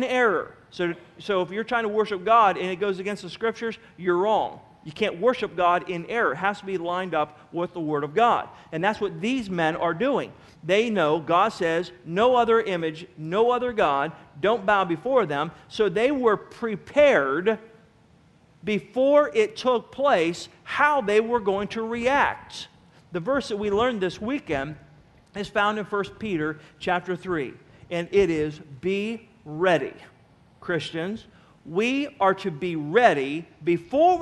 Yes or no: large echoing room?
yes